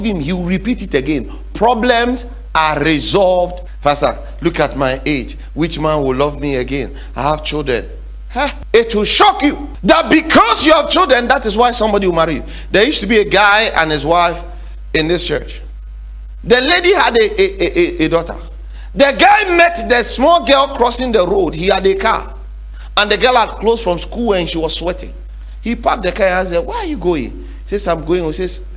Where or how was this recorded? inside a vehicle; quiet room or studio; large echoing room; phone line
large echoing room